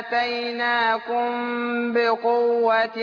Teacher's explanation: شوف إخفاء الميم عند الباء ازاي، حركتين الغنة